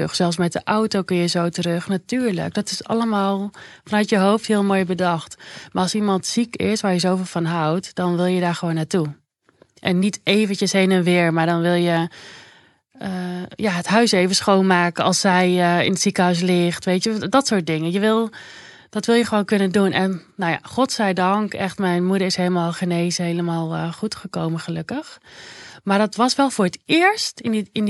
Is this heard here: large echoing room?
no